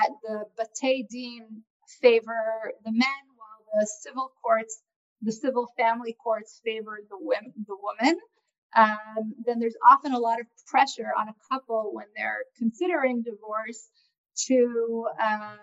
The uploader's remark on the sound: This audio was originally captured from Zoom on 02/18/2021 from Drisha's Spring Zman.